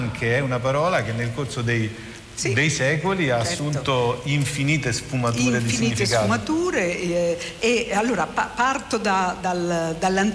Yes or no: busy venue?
yes